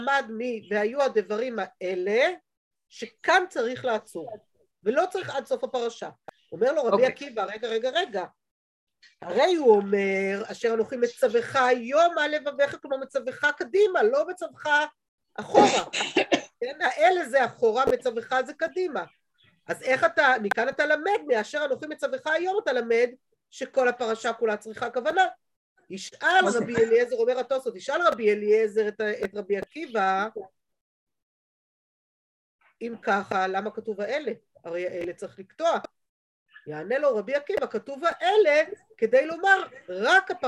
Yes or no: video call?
yes